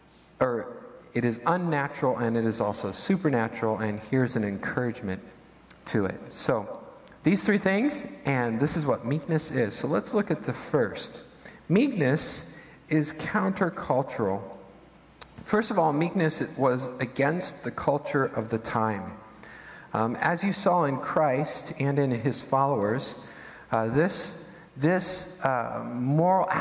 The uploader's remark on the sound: Midland Evangelical Free Church Sermon Audio